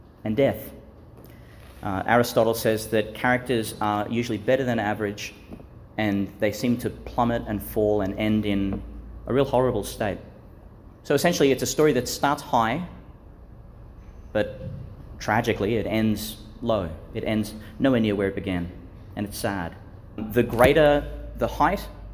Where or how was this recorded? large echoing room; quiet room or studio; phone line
large echoing room